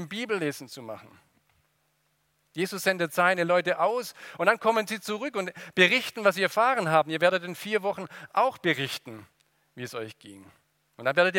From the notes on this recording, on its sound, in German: aus dem Gottesdienst der Liebenzeller Mission